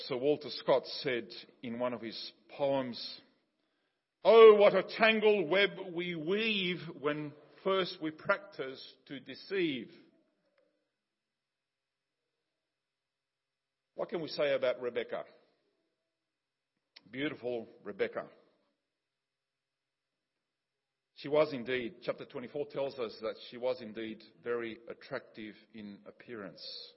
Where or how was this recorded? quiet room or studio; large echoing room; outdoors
large echoing room